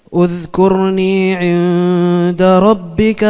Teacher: إذا بديت فيها اذكرني بهمزة مضمومة